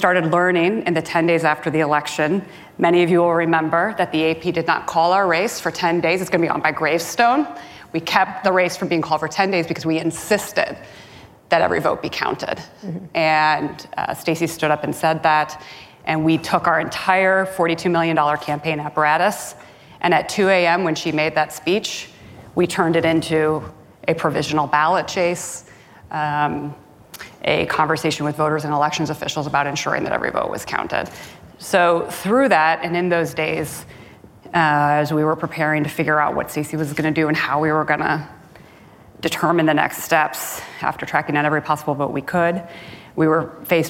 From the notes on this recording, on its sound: Live at Code 2019.